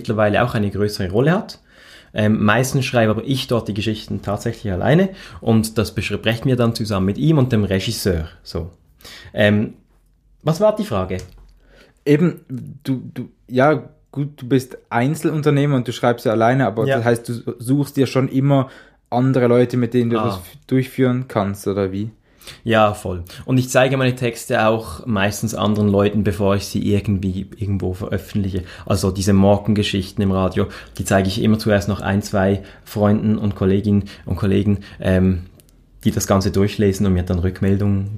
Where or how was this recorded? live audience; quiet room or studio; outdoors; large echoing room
quiet room or studio